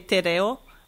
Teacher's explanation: you're rolling the R in there, which is something that a lot of English speakers have trouble with